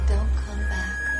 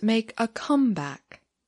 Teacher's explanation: She put stress on the word back. · Shown in: first take · Term: phrasal verb